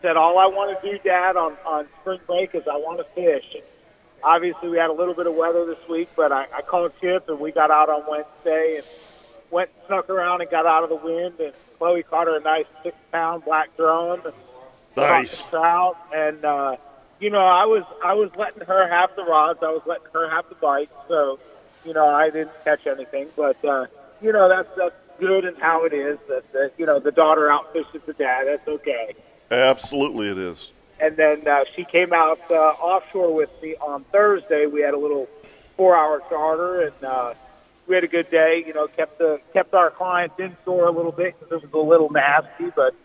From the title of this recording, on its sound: LIVE from Hagan Ace!